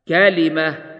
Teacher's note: كوقف المكي والبصري مثلا على كلمة المفتوحة بالتاء يقفون عليها هكذا بالهاء: كلمة. والكسائي يميل ما قبل الهاء وقفا هكذا: كلمه، وكذلك خلف حمزة، وكوقف الشامي والمكي على يا أبت بالهاء أيضا هكذا: يا أبا.